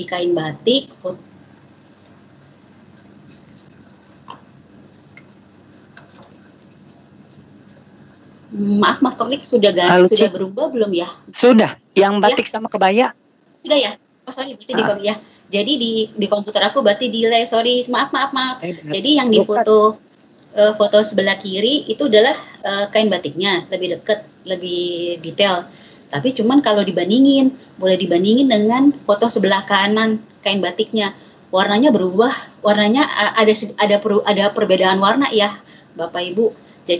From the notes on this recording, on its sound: Audio : WEBINAR.